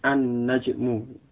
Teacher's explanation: Kemudian ketika alif lam masuk pada isim ini, ya, huruf lam pada alif lam itu tidak dibaca dengan jelas, tetapi dia masuk pada huruf sesudahnya. Jadi An-Najmu, bukan Al-Najmu, tapi An-Najmu.